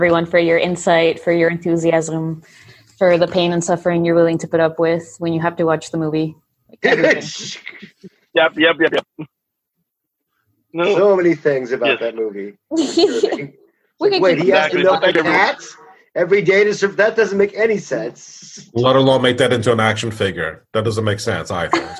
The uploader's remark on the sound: This recording was from a virtual library event